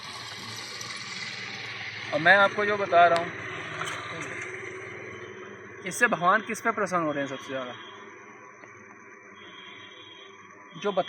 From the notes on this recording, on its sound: delivered at Yamuna Tat, Sri Vrndavan Dhaam